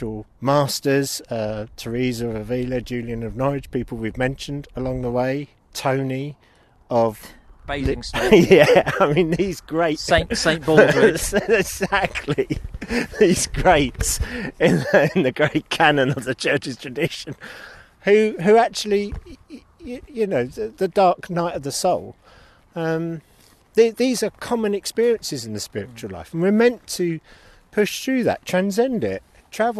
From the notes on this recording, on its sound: Expect a bit of dodgy audio. We recorded part of this while walking round the ramparts of an Iron Age hill fort.